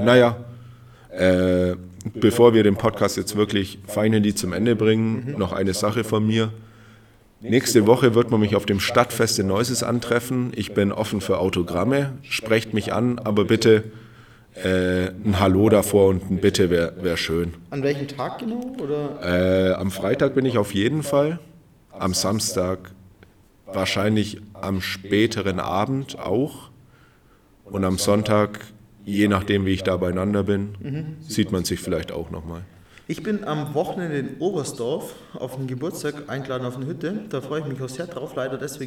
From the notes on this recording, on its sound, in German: Den Aufmerksamen hören unter euch wird aufgefallen sein, das wir einen dezenten Hall in der Aufnahme haben. Dies ist dem Grund geschuldet, das wir uns stetig versuchen zu verbessern...es hat nicht geklappt.